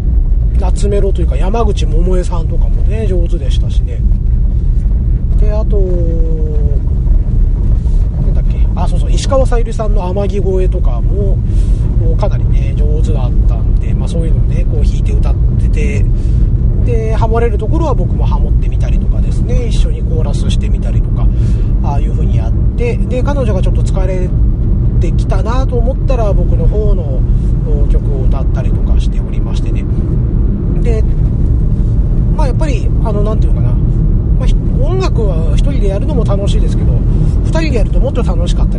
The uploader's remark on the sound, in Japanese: 今回も車中録音ですので、聞き取りにくいと思いますが、ご容赦下さいませ。